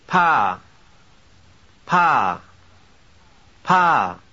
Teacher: Listen to this Thai word with an initial aspirated P.